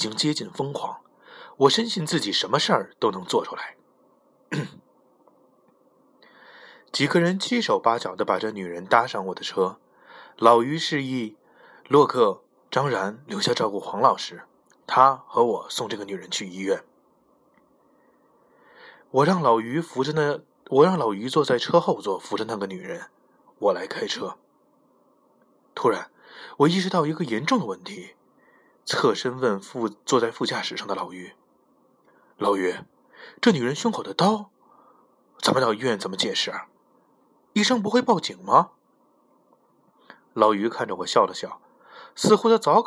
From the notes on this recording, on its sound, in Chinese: 这一期录音的时候，吐气有点重，大家多包涵。